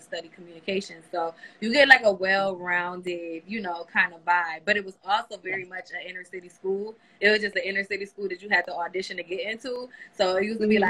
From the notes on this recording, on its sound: a special Instagram Live #WFH edition